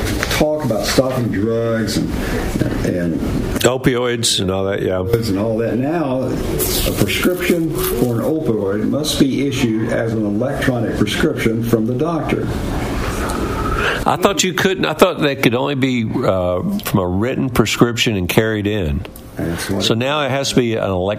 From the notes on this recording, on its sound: LIVE from the Lost Sea in Sweetwater